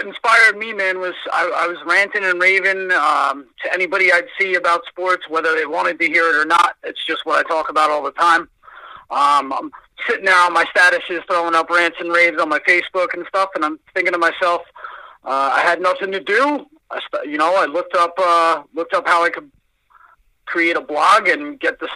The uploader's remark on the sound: Called in from #Nigeria. Joins us with another classic call in.